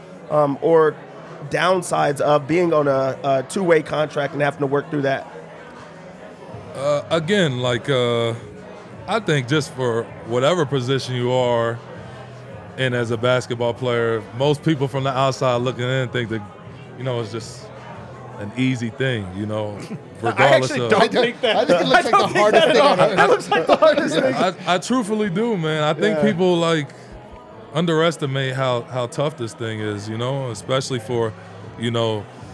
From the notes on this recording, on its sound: live in studio from the DNVR bar